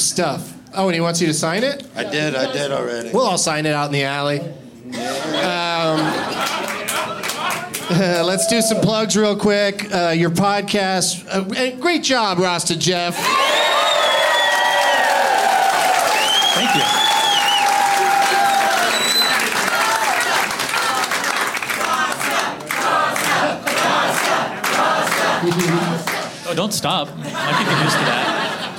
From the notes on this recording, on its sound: Live from Comedy Works in Denver